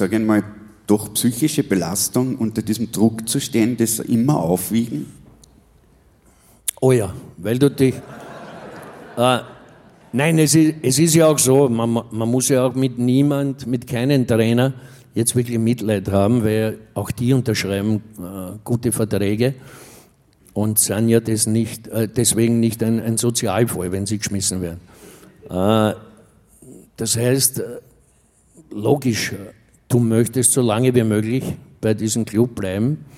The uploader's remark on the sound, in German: Auf dem roten Stuhl LIVE SHOW